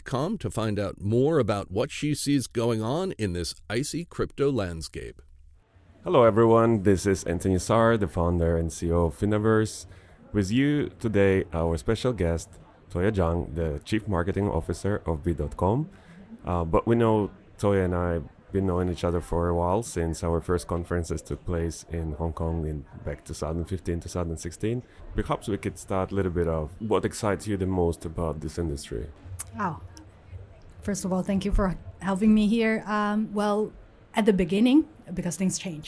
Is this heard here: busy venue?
yes